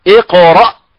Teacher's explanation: إذا هناك قوله تعالى اقرأ، إذا الصوت ينحبس هنا، الصوت ينحبس في أقصى الحلق لا يتعداه · Term: الهمزة